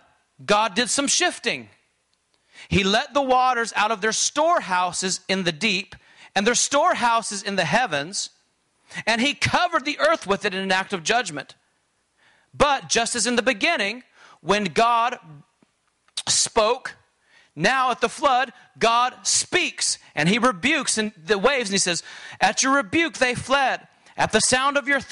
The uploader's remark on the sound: during this conference session